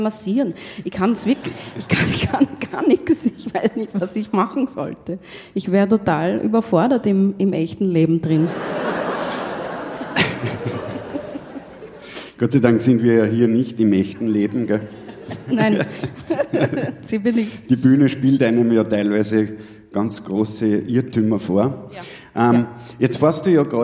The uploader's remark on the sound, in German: Auf dem roten Stuhl LIVE SHOW